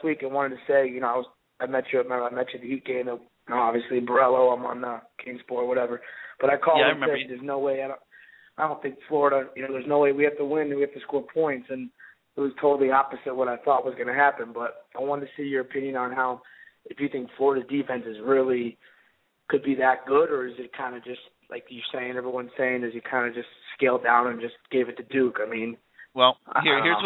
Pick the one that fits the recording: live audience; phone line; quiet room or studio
phone line